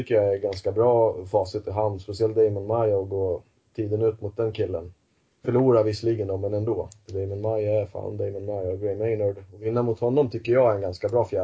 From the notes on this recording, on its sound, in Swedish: Ljudet är lite varierat och jag ska jobba mer på att få det bättre.